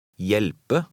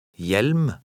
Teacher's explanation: When a word begins with an HJ combination, the H is silent.